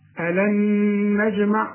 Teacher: النون بدون تشكيل بتخش في النون اللي بعدها إدغام